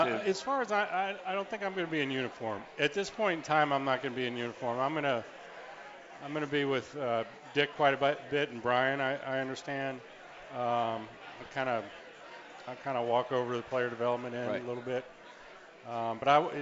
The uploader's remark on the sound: Live from the Holy Grail at the Banks.